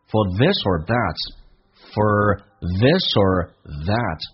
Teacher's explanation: 包括后面那个 er 可以弱化成一个儿化音 or 弱化成儿化音